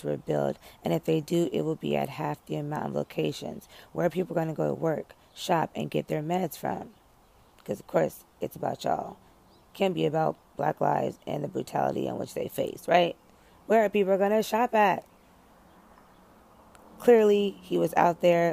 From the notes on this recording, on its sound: Live from the Peace of Outside